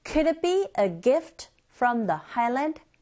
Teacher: 억양 자체가 일단 올라가겠죠. 왜냐하면 질문의 형태니까.